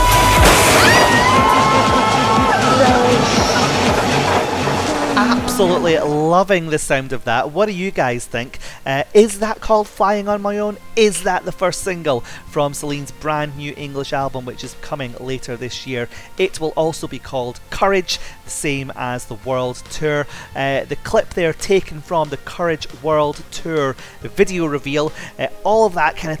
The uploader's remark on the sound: hear all the live performances from the launch event